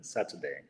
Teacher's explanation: nos olvidamos de la R como si no existiera